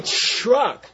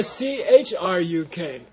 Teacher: How do we pronounce TR, like in the vehicle, TRUCK? We make a CH sound.